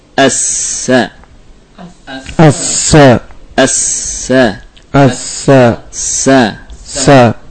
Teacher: Makhraj sin adalah ujung lidah dengan gigi seri bawah, sebagaimana huruf zai. Ra'sul lisan ma'a atraf al-thanaya as-sufla, dengan ujung gigi seri bawah atau dengan permukaan gigi seri bawah. · Term: huruf sin